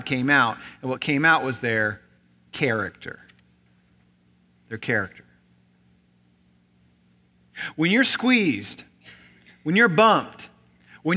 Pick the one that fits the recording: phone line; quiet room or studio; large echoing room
large echoing room